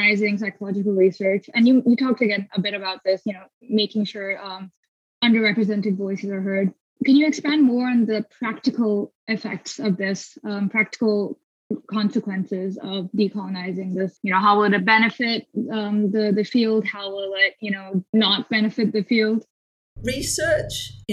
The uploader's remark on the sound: Please excuse the iffy audio quality—Zoom can be uncooperative, especially to burgeoning podcasters!